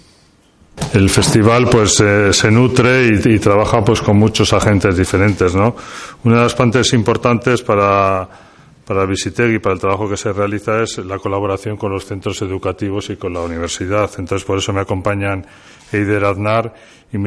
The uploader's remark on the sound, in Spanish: durante la rueda de prensa de presentación de Homeless Film Festival 2019